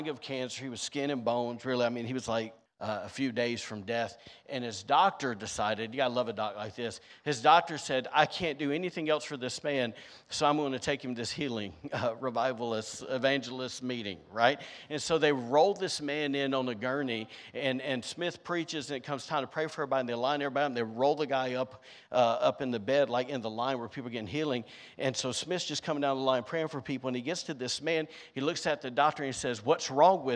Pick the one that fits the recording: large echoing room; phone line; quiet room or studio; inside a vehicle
large echoing room